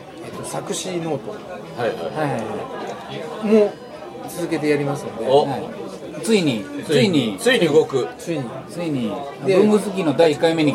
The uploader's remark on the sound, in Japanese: 居酒屋収録なので聞き取りずらいかと思います。